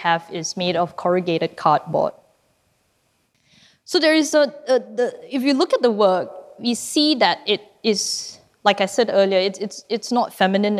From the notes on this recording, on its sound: Recorded live in December 2018 at National Gallery Singapore , as part of the exhibition Minimalism: Space.